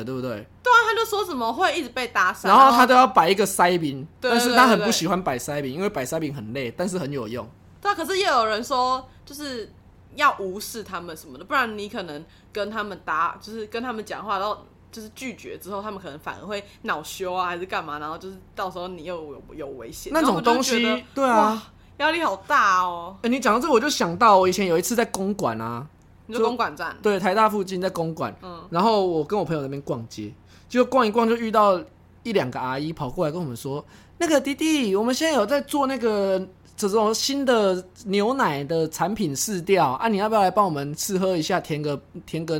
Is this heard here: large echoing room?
no